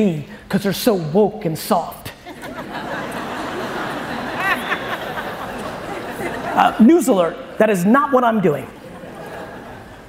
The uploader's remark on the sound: An awesome keynote I gave for Compass Real Estate in Austin, Texas.